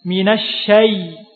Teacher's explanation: setelah kita buka fathahnya huruf shin, sya, sya, kemudian kita tempelkan makronya huruf ya, tengah-tengah lidah dengan langit-langit.